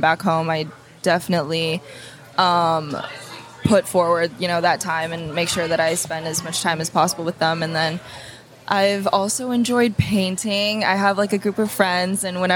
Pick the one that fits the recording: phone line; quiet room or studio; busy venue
busy venue